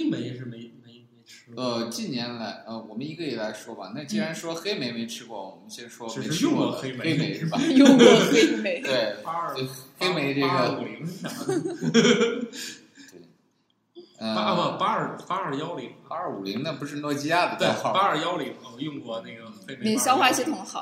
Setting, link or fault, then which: fault, echo